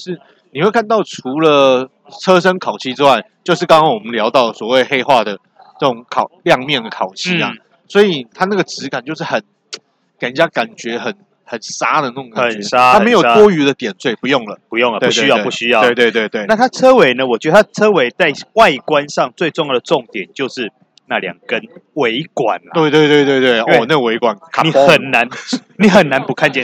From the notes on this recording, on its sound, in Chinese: 在戶外記者會現場的實地採訪！